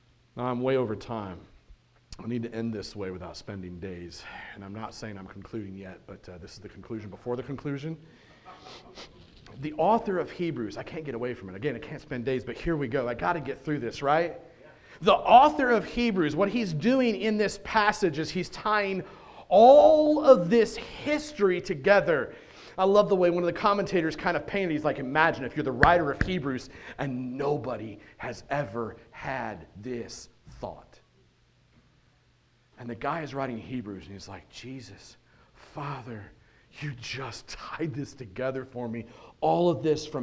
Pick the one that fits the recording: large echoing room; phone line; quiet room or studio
large echoing room